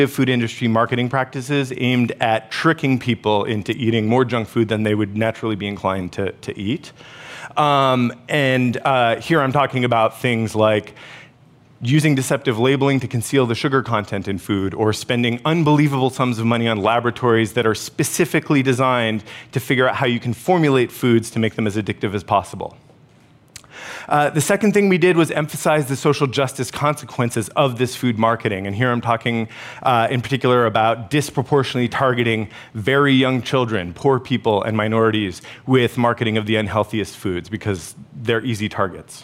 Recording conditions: busy venue